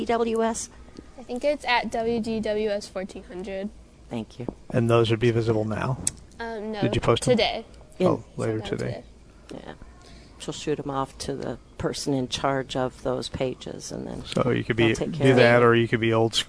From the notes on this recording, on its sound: Plant Experts Live at Prairie Gardens 7-31-21.